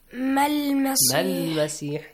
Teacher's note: You ignore or you skip the alif mad.